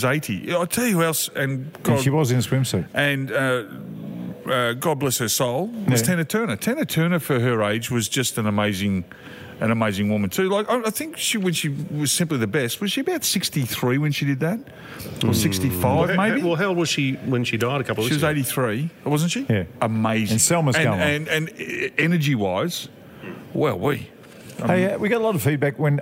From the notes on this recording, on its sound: Live from the Mountain View Hotel